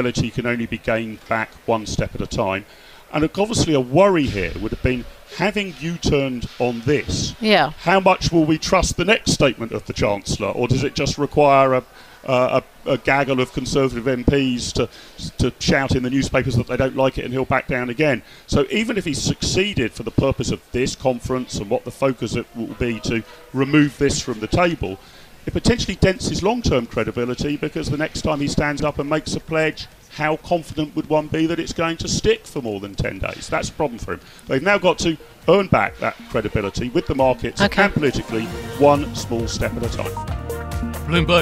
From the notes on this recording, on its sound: At the Conservative Party conference in Birmingham